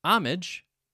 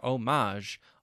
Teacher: According to the Oxford Dictionary that I have on my computer, homage, with the main syllable stress or emphasis on the first syllable, not the second · Shown in: first take